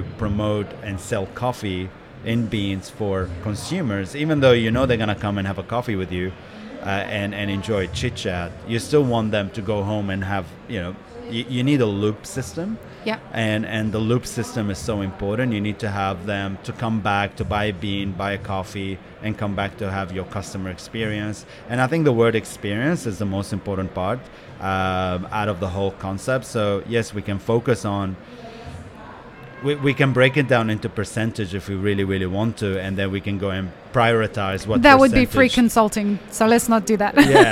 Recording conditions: busy venue